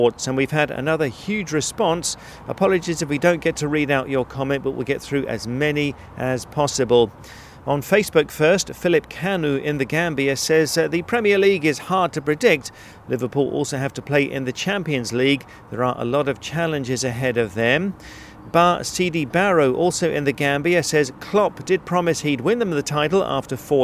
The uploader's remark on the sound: This week’s show comes to you from the Amex Stadium in Brighton in the UK.